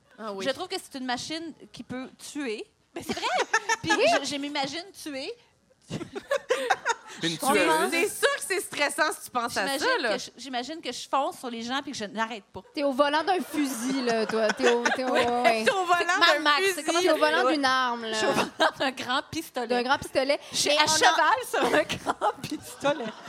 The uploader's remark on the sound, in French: enregistrement LIVE devant public au Cabaret Lion d'Or de Montréal